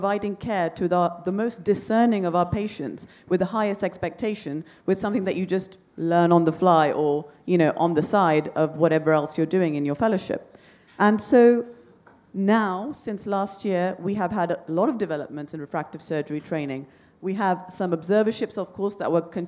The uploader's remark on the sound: Recorded live in Florence, Italy, at the 2023 AECOS Europe Symposium.